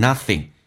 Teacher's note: Nothing ing 的形式，你可以说成前鼻音 nothing，也可以说成 n 这个发音叫 nothing。Nothing， there's nothing special aboutit。所以每一个变化都对你听力会有严重的一个影响，变成 there's nothing special aboutit。